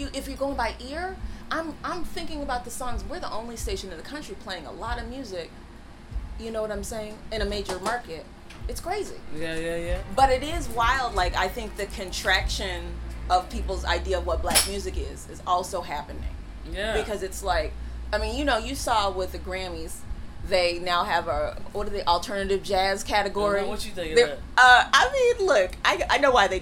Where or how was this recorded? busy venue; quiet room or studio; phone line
busy venue